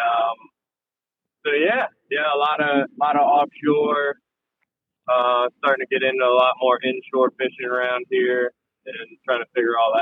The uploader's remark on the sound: Calls in for this podcast while driving to an offshore tournament in North Carolina.